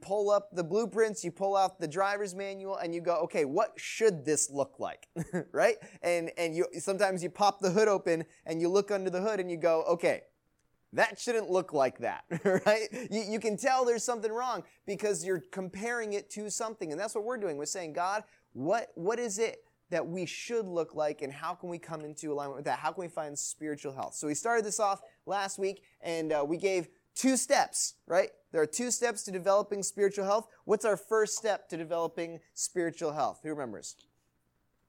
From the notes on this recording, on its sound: Recording of Youth Message on 1-9-19 at Third Baptist Church, Marion, IL